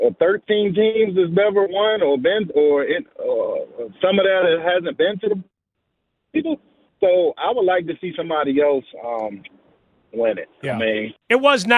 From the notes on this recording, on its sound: Closing out phone calls on the Championship weekend.